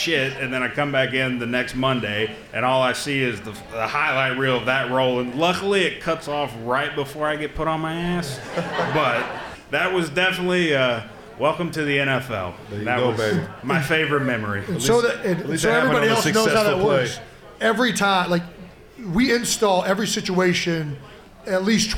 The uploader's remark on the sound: The Beer Bowl was recorded live at the world-famous Ocean Drive bar in Sea Isle City, New Jersey to support the Eagles Autism Foundation.